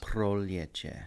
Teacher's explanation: And then the rolling of the R. Always rolling the Rs. Proljeće. And you don't have to overdo it, but make sure you get them in there.